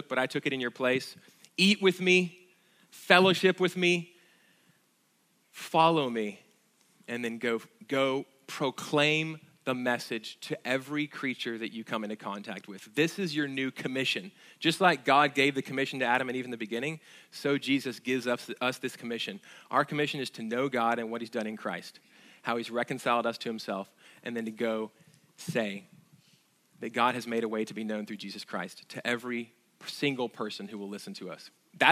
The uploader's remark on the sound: at Sojourn Galleria Church on Easter Sunday, April 21, 2019.